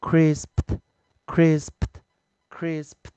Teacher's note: 在 I S P 的时候，它还是一个关闭音节啊， I P S P 档数。那这时候如果有 E D 的话，我们会直接替它加上 ED。那注意，因为 P 是一个清辅音，E D 的前方 P 是清辅音，所以 E D 要念 t